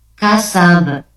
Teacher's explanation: Selanjutnya huruf ba. Apabila huruf ba itu dibaca wakuf, ya, di akhir kata, maka dipantulkan · Term: qalqalah